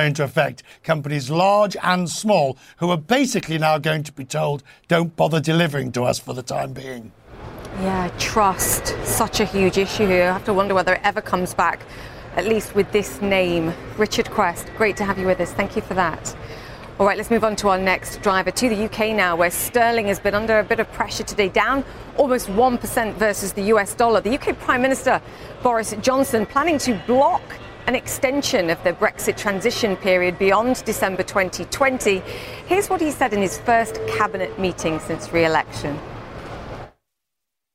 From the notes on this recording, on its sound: live from The New York Stock Exchange